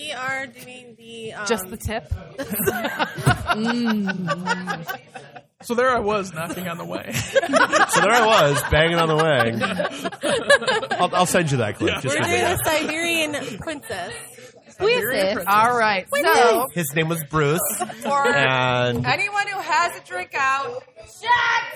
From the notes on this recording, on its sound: Recorded live at Old Shillelagh in Detroit during our 3 year anniversary celebration.